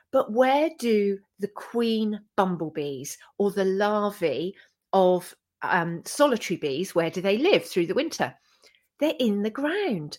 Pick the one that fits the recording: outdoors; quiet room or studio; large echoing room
quiet room or studio